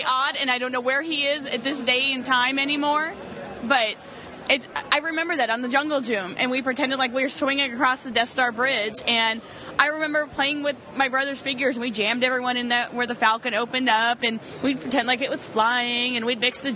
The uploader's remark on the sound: On Sunday Star Wars Celebration VI started to wind down. Recording all about it at The Force United booth.